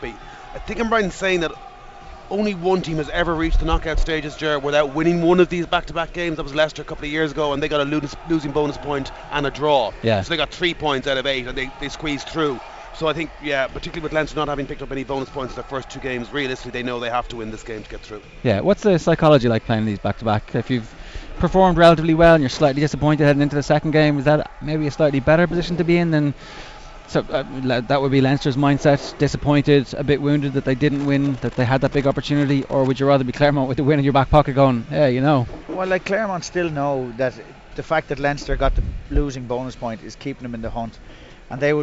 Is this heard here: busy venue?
yes